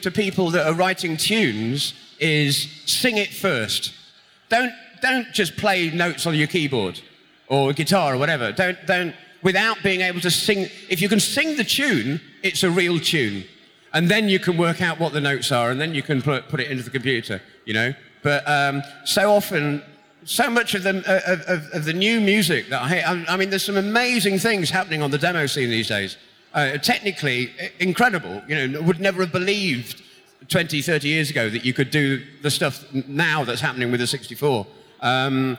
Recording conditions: live audience